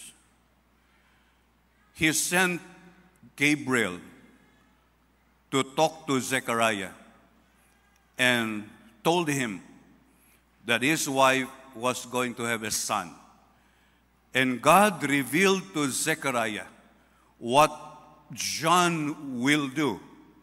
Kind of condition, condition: setting, large echoing room